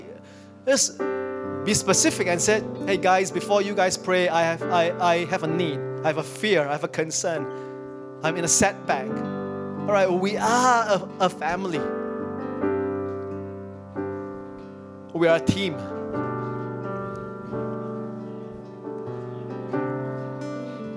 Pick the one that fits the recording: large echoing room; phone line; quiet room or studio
large echoing room